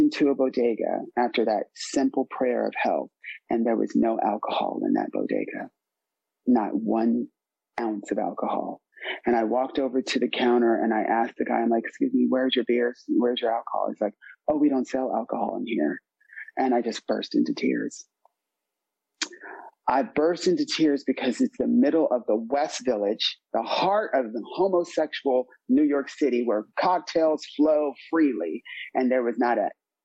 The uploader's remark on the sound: This is a meeting of the North Oakland AA Open speaker meeting held in Oakland California and its one from 2021, during the pandemic so its a zoom this time.